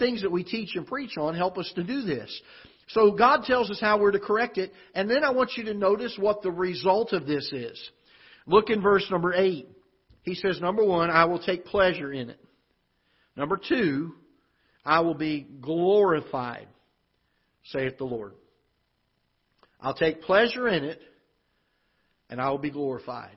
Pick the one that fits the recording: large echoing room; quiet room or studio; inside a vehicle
large echoing room